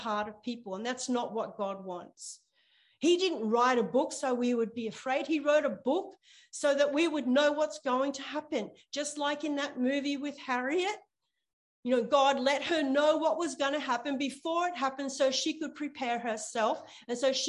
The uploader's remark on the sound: ZOOM Church